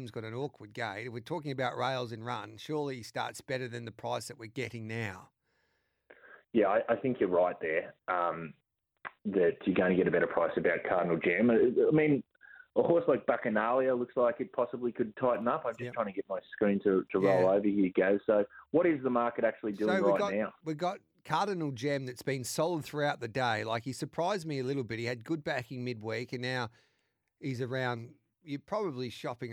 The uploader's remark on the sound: the team also take your calls!